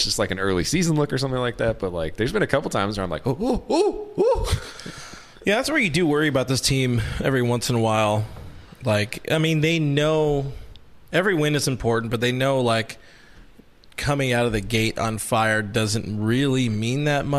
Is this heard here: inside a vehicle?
no